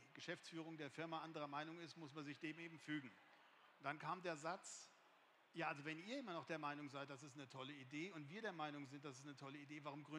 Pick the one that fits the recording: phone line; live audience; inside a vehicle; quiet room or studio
live audience